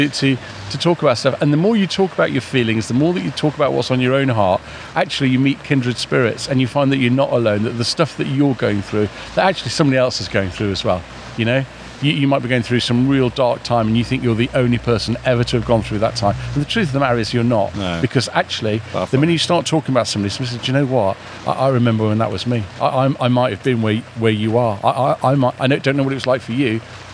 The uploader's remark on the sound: set up a mobile studio outside Shrewsbury Abbey for a few hours